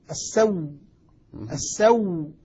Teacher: إبدال الهمزة واو وإدغام الواو فيها فصارت واو مشددة